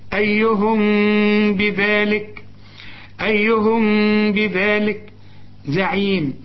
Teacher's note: لكن عند الوصل الميم بعدها باء بيحصل إخفاء بغنة